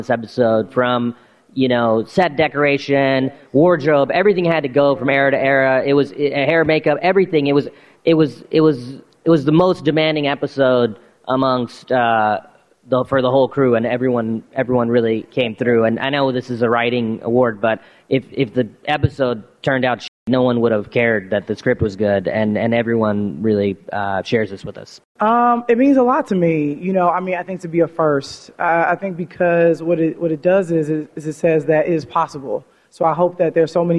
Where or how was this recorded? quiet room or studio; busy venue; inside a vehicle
busy venue